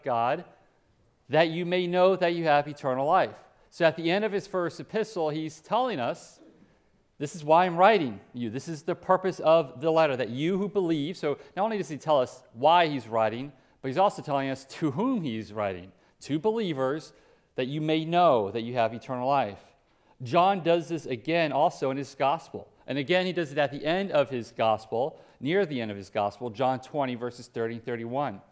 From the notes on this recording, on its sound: Preached at Hope Community Church, West Salem, WI